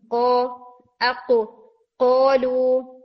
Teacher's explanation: तो कॉफ को हम देखते हैं डीपेस्ट पार्ट ऑफ टंग, जबान का सबसे पीछे वाला हिस्सा जब ऊपर सॉफ्ट पैलेट को टच करता है तो को ये साउंड आती है